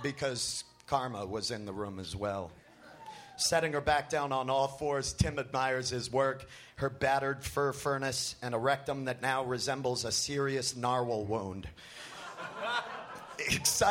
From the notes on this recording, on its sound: Recorded August 21, 2014 at the high plains comedy fest in Denver.